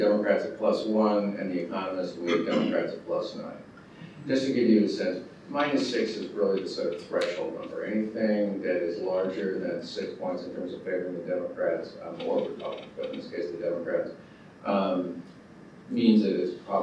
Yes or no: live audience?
yes